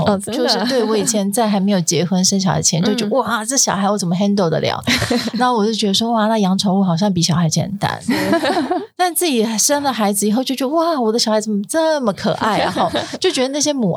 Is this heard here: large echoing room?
no